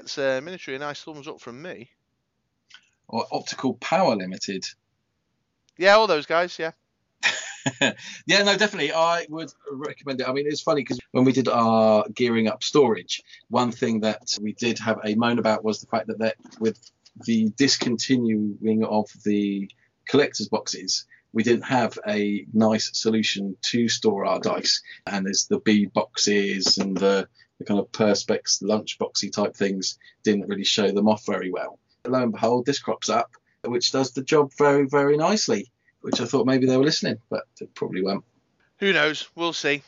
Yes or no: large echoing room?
no